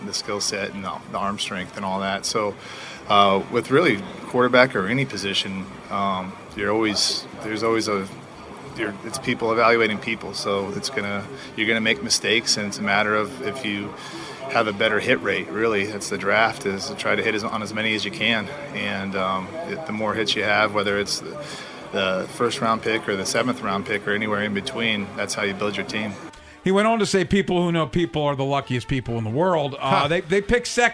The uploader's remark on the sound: from the NFL Scouting Combine in Indianapolis